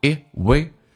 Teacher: 短元音，声音下沉到嗓子眼，声音往后靠